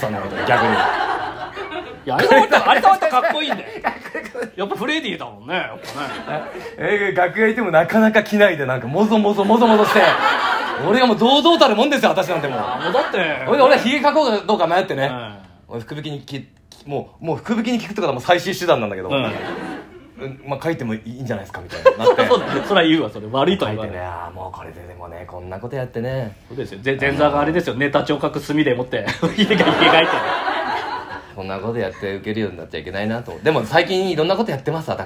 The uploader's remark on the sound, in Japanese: 公開収録。